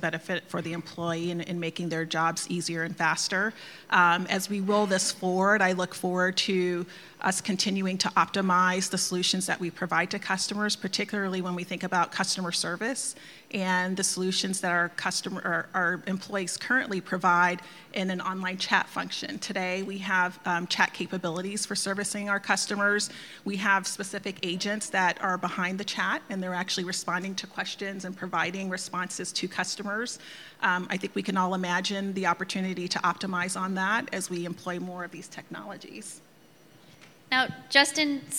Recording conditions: busy venue